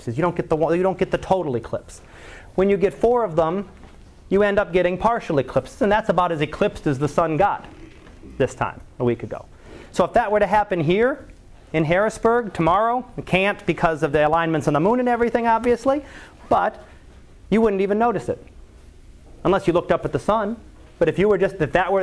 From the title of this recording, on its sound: Live Class Lecture